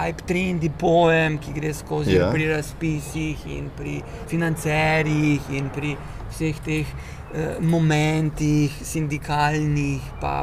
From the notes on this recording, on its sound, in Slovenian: na ulici pred hišo ter pred publiko